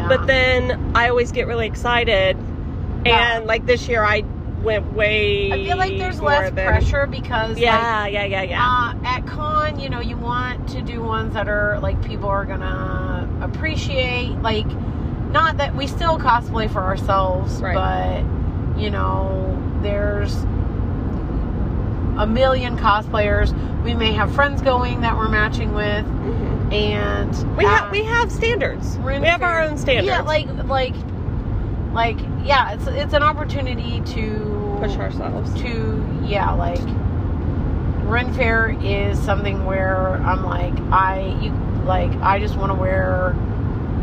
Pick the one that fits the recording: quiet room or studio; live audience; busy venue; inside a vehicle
inside a vehicle